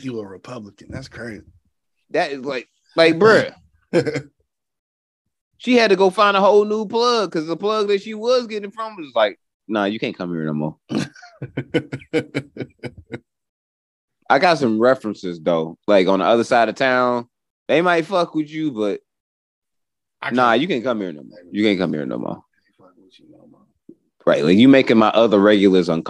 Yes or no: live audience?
no